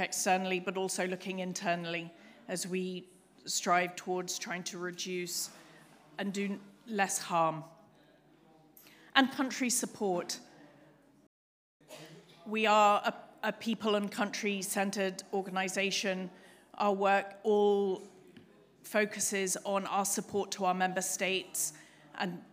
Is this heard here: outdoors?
no